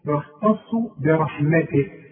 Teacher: التاء مرققه جدا، الخاء مفخمه، الصاد مفخمه، التاء دي غلبانه جدا في النص، يختص برحمته.